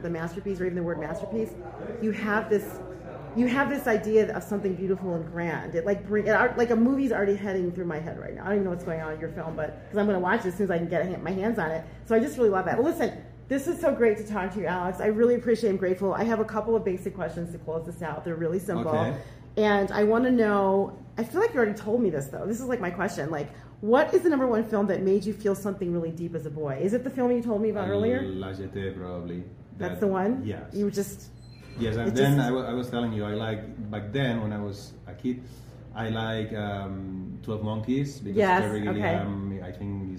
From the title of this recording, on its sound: Live from 2024 Sundance Film Festival